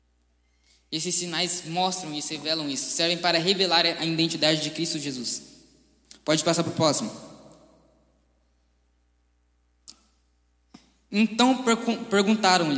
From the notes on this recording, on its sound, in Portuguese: Mensagem ministrada ao vivo em 07/11/2020. Igreja Presbiteriana Chácara Primavera.